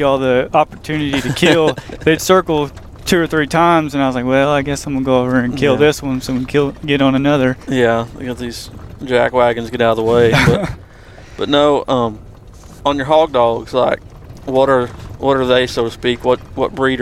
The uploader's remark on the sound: This is a sneak peak into a hog hunting trip as the podcast was recorded as the guys drive around chasing dogs all over Cherokee County, Oklahoma.